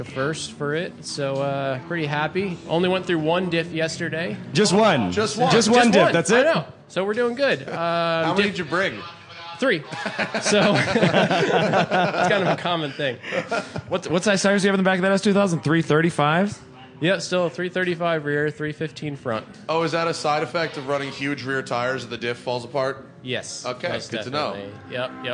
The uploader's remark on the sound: Live from #GRIDLIFE Midwest. We're in the announcers booth at #GRIDLIFE Midwest Festival announcing.